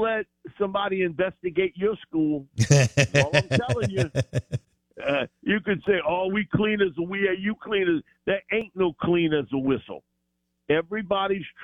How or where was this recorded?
phone line